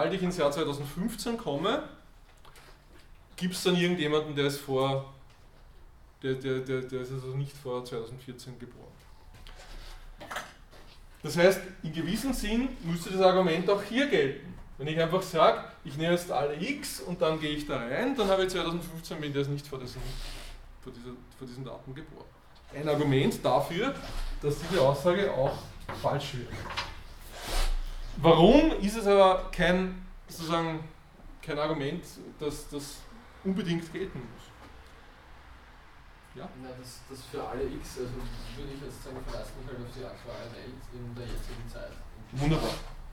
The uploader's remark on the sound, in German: Diese Vorlesung wurde von Studierenden aufgenommen